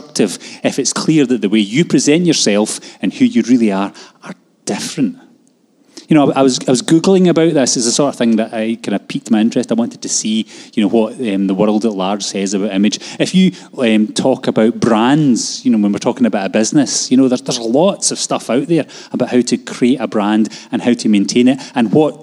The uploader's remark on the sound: Live from our Sunday gathering on 30/10/22